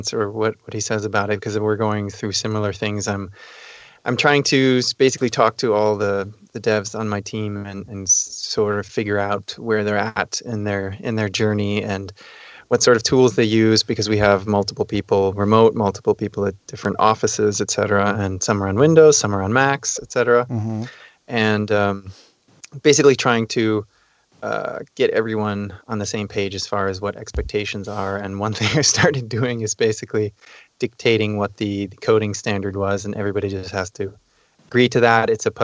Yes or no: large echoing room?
no